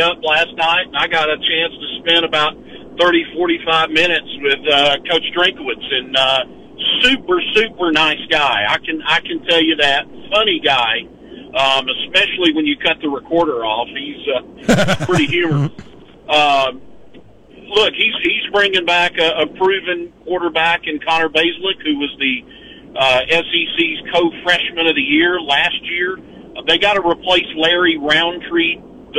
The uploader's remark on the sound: live from Day 4 of SEC Media Days